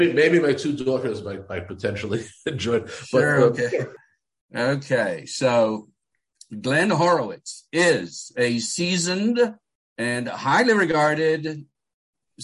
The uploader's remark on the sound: We spoke recently via Zoom